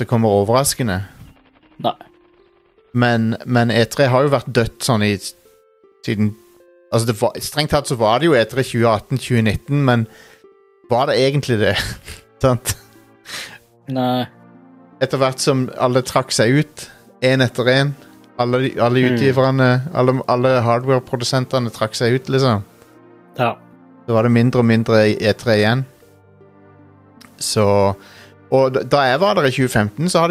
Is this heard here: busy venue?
no